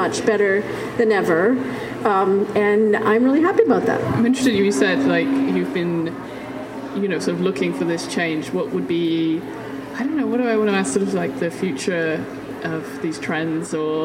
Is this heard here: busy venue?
yes